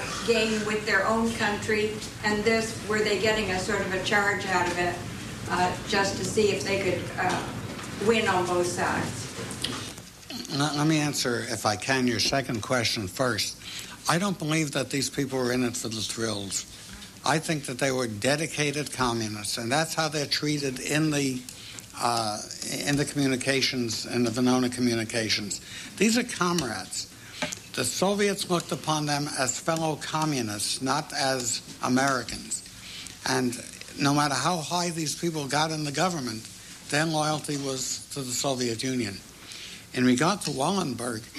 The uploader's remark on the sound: He also answered questions from the audience.